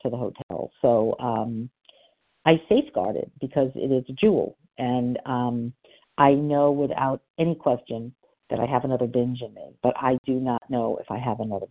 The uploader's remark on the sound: from the 100 Pounders Phone Meeting